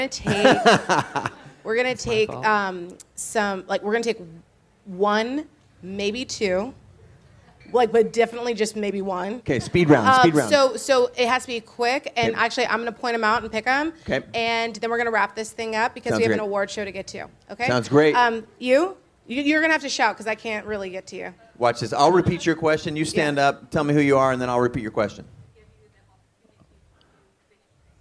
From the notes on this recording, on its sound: This LIVE conversation from the WeWork Creator Awards where I was joined on stage. This LIVE conversation from the WeWork Creator Awards where I was joined on stage.